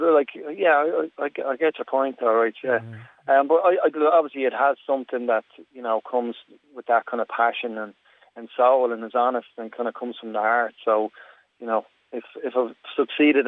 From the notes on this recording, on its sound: Over the phone, as he took a break from shooting his latest music video.